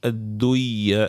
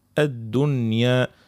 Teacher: نحن نخليو النون، يعني نخليو النون والياء نظهرهم · Shown in: second take